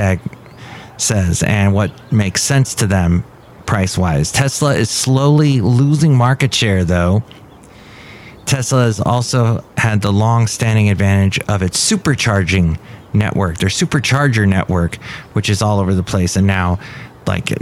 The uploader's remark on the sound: podcasts live from Café Anyway